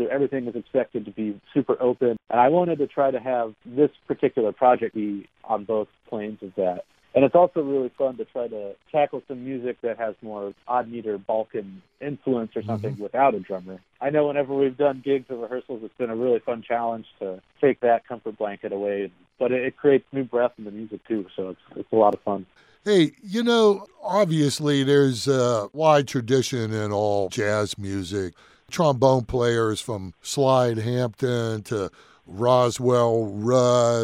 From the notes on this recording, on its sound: he spoke by phone